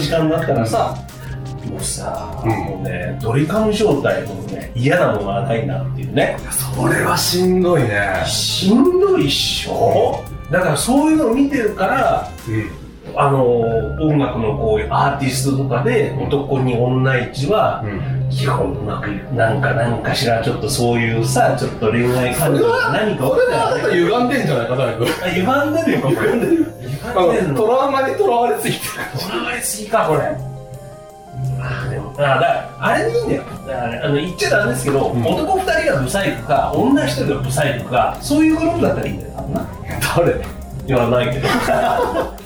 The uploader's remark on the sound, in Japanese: ココ数回の収録はカラオケボックスで行われたのですが。